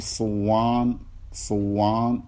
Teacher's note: إدغام، تدغم النون بالواو